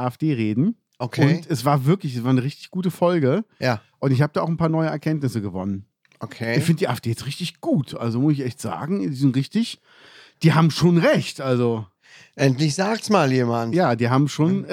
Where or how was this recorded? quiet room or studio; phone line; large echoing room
quiet room or studio